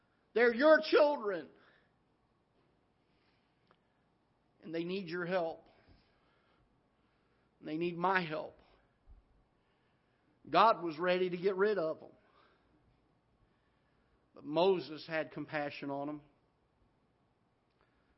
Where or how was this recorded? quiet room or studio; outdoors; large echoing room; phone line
large echoing room